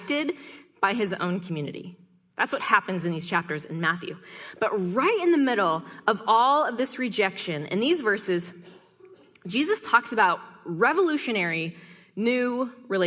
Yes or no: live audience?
yes